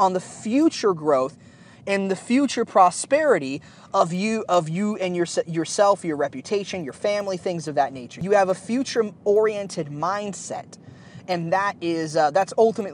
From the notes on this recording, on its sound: The audio isn't that good in this episode because I recorded it on a cheap lapel mic while I was driving over the weekend.